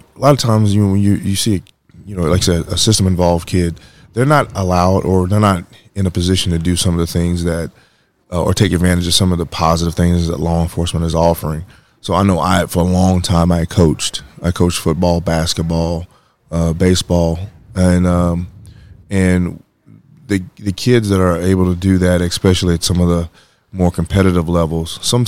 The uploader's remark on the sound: Live from the 2023 NJJA Conference